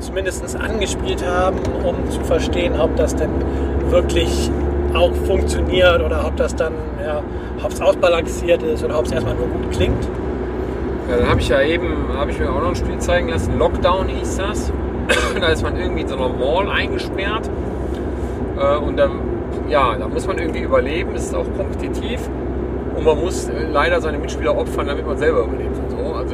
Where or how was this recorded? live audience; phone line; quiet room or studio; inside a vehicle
inside a vehicle